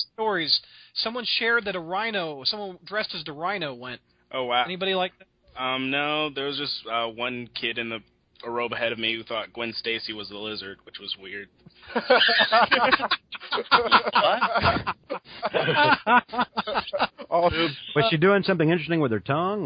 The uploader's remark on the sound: We continue to take live callers from around the world.